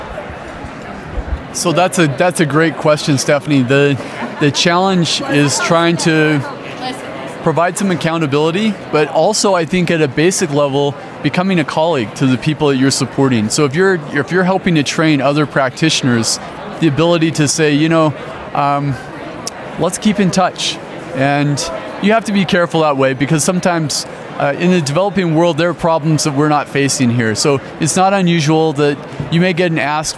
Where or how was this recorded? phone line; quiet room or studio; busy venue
busy venue